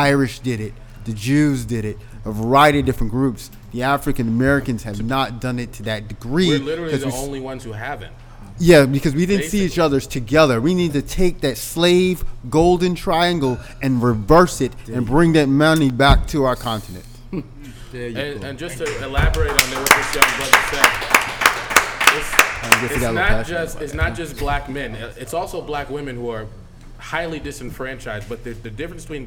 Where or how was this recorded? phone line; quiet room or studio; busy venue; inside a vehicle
busy venue